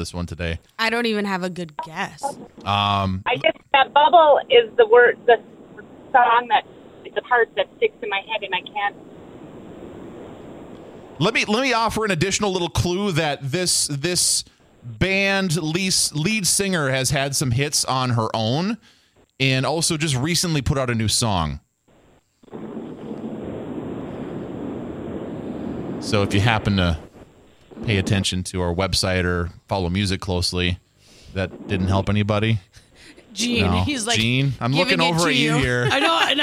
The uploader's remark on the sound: In a Lyrics Game first, a listener joins the show on the phone to compete in the game for a chance to win a prize.